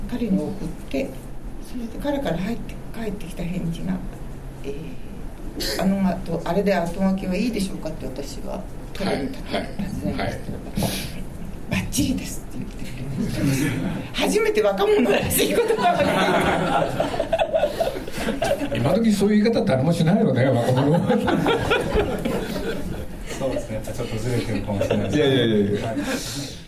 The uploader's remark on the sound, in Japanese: 三省堂書店池袋本店4階にて行われた